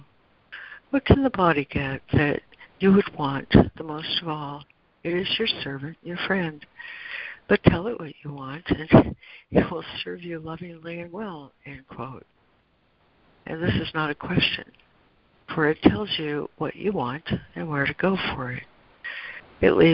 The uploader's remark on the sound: ACIM Daily Conference Call